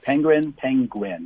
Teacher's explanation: the first syllable gets the stress